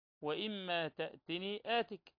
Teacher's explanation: تدغم النون في الميم لاجتماعهما في الغنة